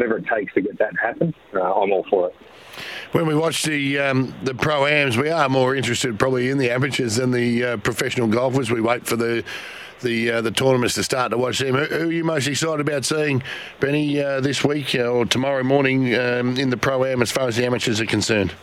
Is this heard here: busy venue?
yes